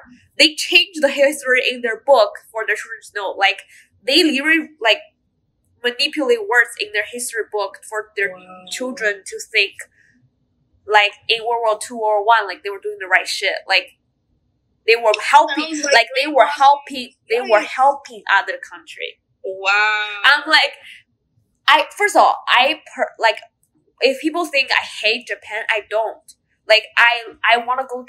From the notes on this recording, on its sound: First, I would like to apologize for the bad quality of the sound in this episode. We were experiencing some audio issues while recording it. I tried my best to edit the audio to make it sound better.